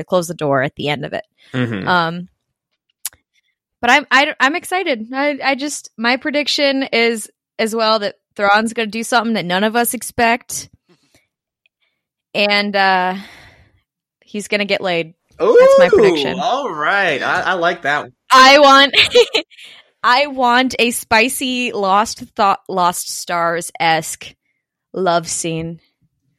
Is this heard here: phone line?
no